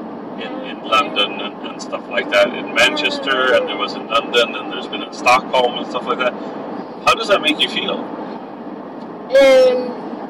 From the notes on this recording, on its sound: podcast in the car